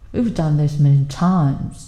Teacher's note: 在说到这个 done 和这个 times，似乎啊这个音调是比较长的，但是同时在这个 times，大家明显感觉到持续的时间最长。而我们前面所说到的其他，we have this amillion，似乎都是有弱化的迹象啊，所以我们读出来的是 We've done this many times.